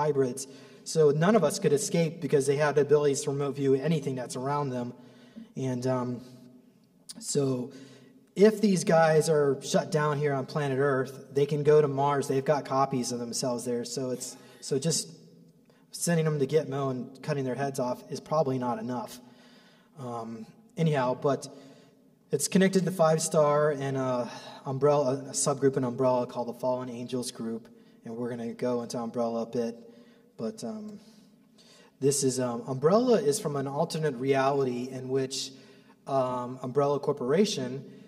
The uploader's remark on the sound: Presentation at the Secret Space Conference - 5/3/22.